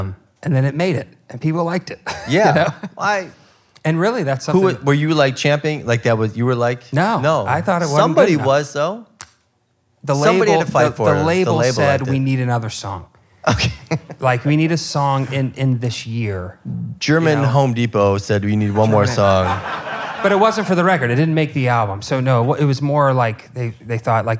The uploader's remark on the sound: Chicago-based indie festival Tomorrow Never Knows asked us to curate a live taping as part of their January 2019 lineup. For an exclusive conversation and acoustic performance. Who braved the winter chill to pack out Sleeping Village! It was recorded at Sleeping Village in Chicago.